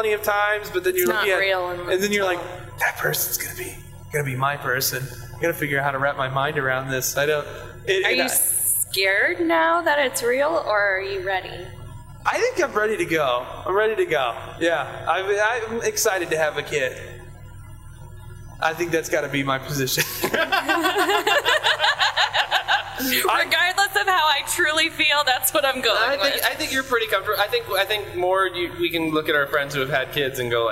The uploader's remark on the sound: When we went back to listen to the recording, a terrible terrible hum-noise popped up that we did not notice, and the audio was basically unusable for broadcast. I went in and cleaned up the noise as best as I could. The result of cleaning up the noise means that large chunks of this show sound like we're doing from inside a cave at the bottom of a well in the middle of space.